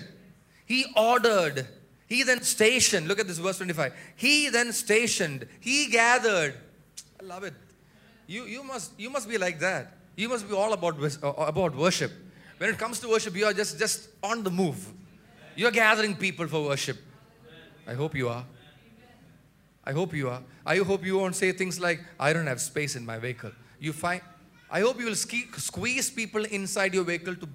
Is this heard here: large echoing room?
yes